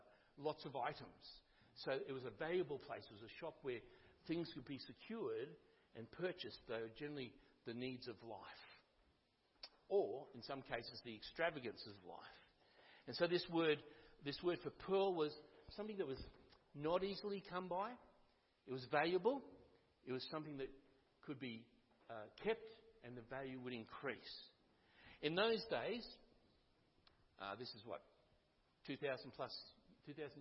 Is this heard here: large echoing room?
yes